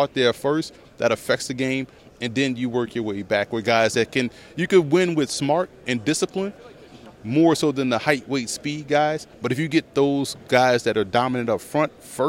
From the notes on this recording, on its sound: Live from the NFL Combine